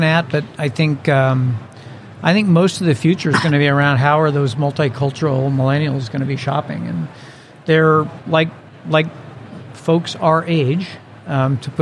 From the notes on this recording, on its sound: From the trade show floor at the Shop.org digital summit 2016.